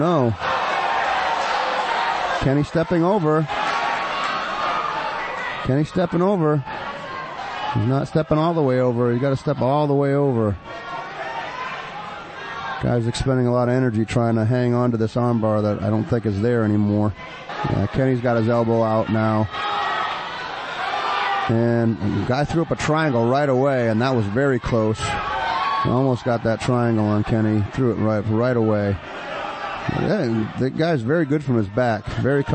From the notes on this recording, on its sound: Calls all the intense action live at Combat Zone 63.